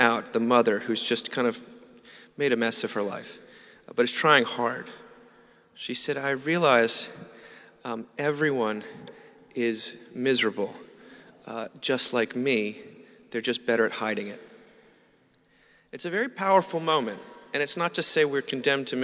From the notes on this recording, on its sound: Closing Saturday morning talk at our 2017 Conference in New York City. Delivered April 29th, 2017 at St George's Episcopal Church.